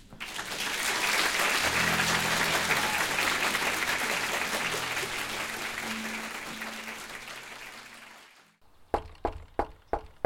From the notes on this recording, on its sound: told live on the All Y'all stage in March 2016